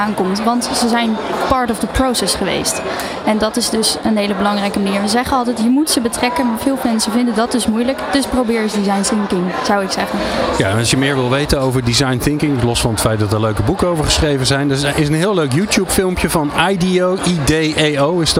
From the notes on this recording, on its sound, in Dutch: New Business Radio deed live-verslag vanaf C-day23 in Spant! Vond C-day23 plaats in Theater Spant! Deed gedurende de dag op verschillende momenten live-verslag van dit event.